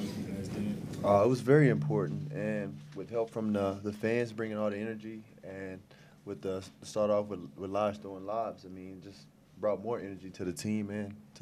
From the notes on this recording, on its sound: Press Conferences & Post-Game Interviews. Talk to reporters following the Jayhawks' 79-42 victory over Texas Tech.